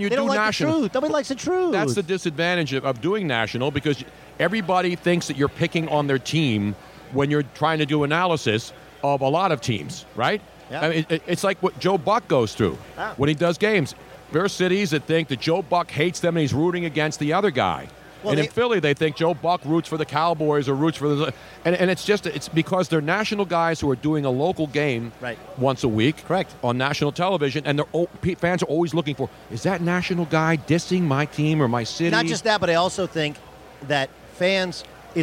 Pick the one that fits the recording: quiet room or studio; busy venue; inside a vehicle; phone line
busy venue